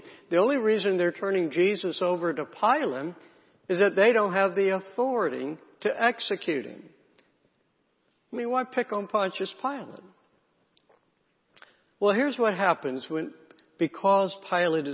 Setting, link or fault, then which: setting, large echoing room